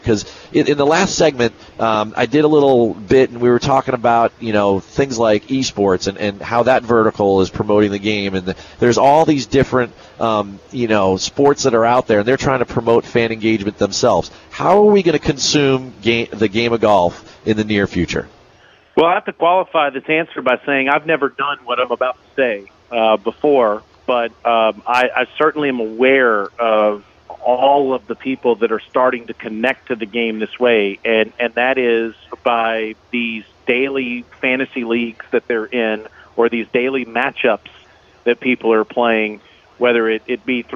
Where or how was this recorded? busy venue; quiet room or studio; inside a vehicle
busy venue